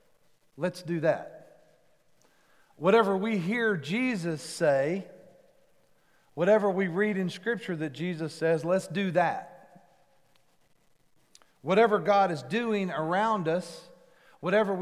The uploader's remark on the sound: Recorded live at The Fellowship at Mt Juliet on August 29, 2021.